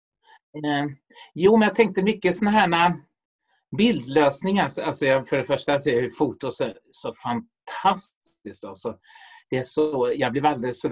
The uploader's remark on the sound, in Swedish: Inspelad 15 november 2020 i Zoom.